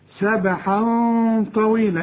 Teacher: الغنة هنا مفخمة علشان الطاء